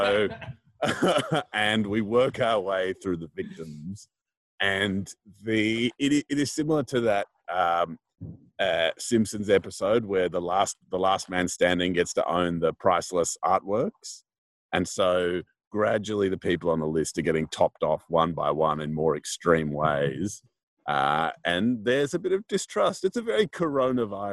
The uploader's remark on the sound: Separate but together (via Zoom).